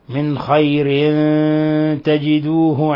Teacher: لأن التاء من حروف الإخفاء وقد جاءت بعد تنوين الكسر و بما أن التنوين سواء كان كسرا أم ضما أم فتحا يعامل معاملة النون الساكنة فإذا هنا أخفيناها أخفينا التنوين في التاء · Term: إخفاء حقيقي